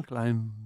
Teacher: Quindi appunto sono dei suoni nasali. Solitamente quando abbiamo questi suoni nasali che precedono la B è muta.